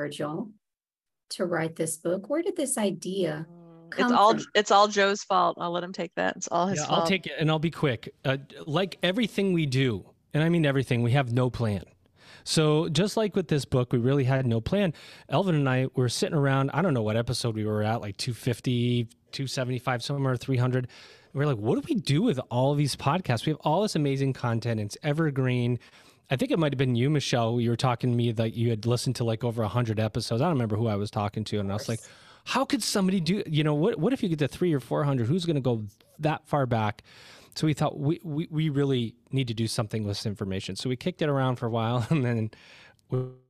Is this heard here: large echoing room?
no